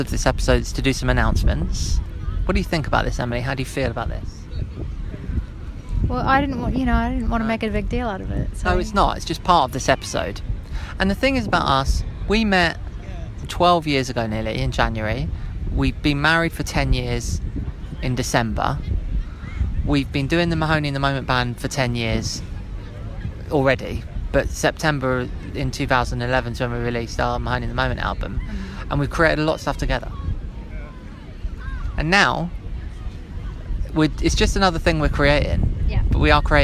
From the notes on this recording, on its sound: live from the sea in Ramsgate